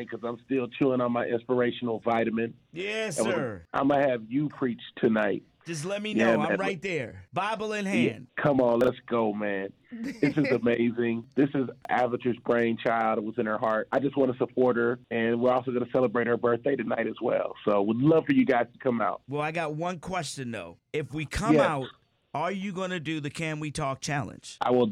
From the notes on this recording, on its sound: called into the Frank Ski Show